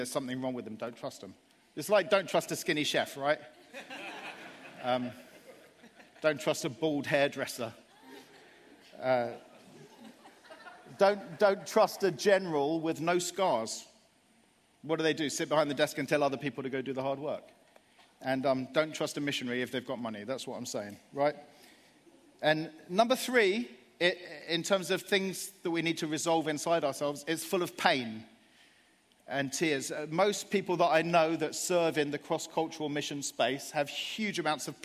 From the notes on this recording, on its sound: Live at Project 23.